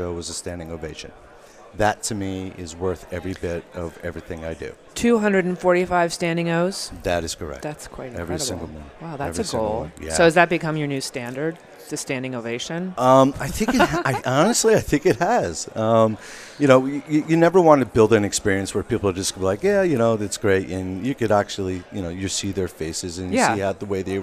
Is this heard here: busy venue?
yes